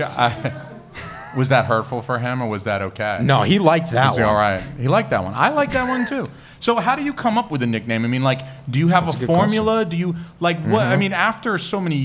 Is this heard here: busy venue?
yes